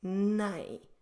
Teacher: remain with your mouth open, don't close your lips in the end.